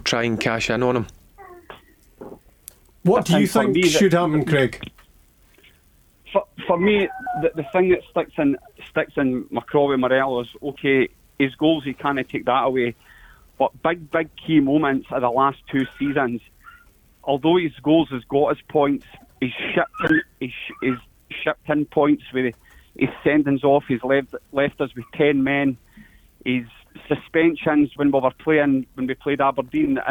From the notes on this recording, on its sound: Joined in the studio. On the phone.